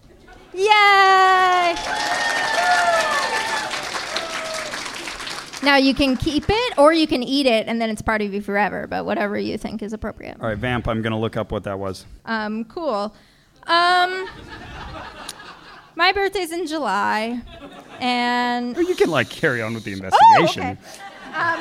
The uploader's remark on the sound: The far northern heights of San Francisco for SketchFest 2020! In this live episode. On stage and selects audience volunteers.